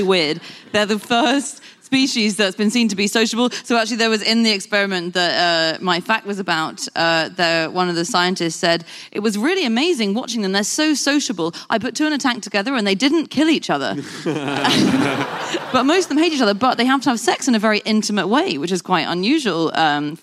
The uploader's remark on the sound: Live from the Lyric Theatre in London